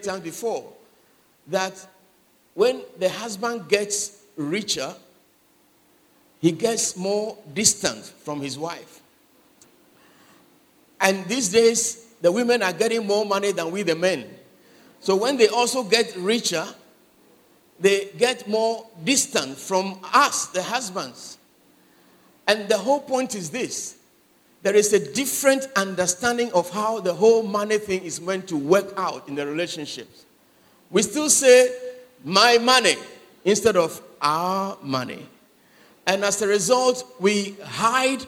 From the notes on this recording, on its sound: Sermon preached at CBC Adabraka Campus